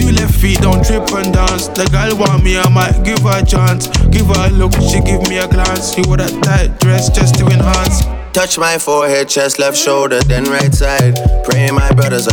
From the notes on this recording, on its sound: Live at Medusa. A series where I drop my latest live sets for you to enjoy. As I got into the DJ booth. Plugged in, pressed record and did my thing.